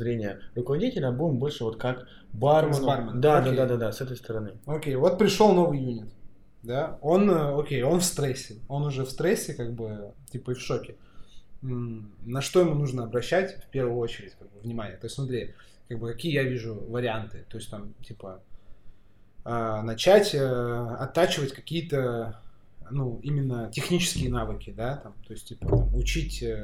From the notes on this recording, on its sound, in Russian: Запись прямого эфира проекта ТОЙ СТОРОНЕ. Качество записи не идеальное, так как это рип с эфира в инстгараме, но вполне можно слушать.